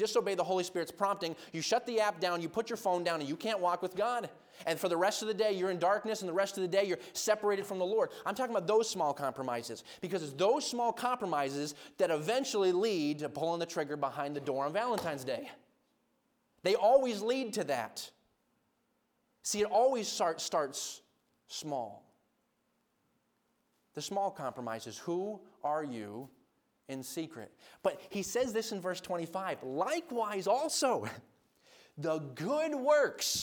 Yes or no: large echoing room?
yes